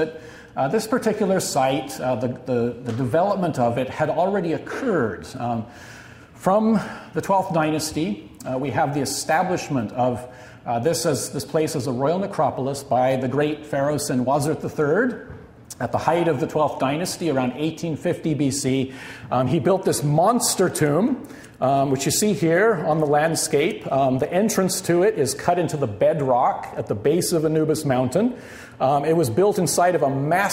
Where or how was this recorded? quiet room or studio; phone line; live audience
live audience